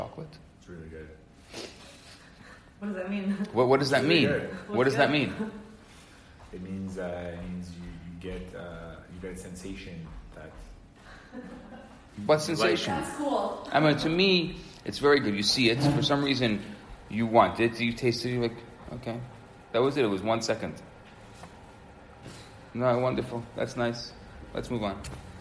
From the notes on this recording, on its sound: Recorded Live at Rohr Chabad NDG in Montreal, Canada.